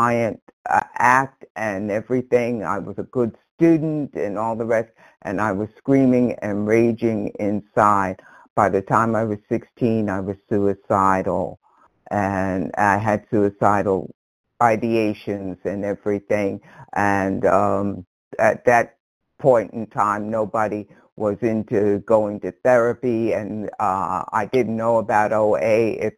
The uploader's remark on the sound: from the 100 Pounders Phone Meeting, 12/1/22